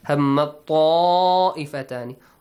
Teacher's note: It means you don't read the ta, instead you double the ta.